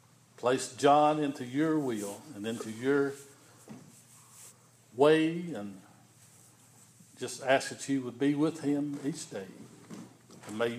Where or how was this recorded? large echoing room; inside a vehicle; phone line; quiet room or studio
large echoing room